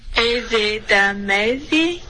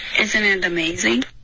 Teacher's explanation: 丢了音节你发的是 is it,应该是 isn't it · Shown in: first take